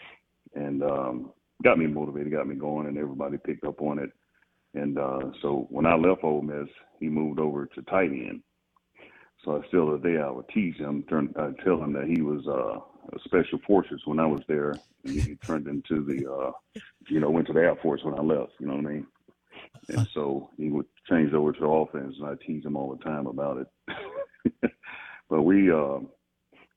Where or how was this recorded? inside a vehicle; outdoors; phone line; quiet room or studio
phone line